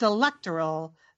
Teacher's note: the accent is on the second syllable, not the third.